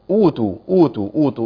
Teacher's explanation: الواو حرف ضعيف جدا يعني، حرف مرقق، ما ينفعش إن أنا أصبغه بالتفخيم يعني